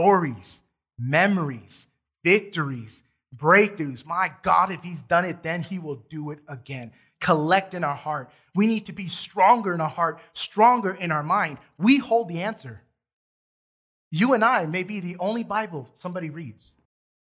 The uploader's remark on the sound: Recorded from South Gate Fellowship in Duncanville, TX on Sunday, August 29, 2021.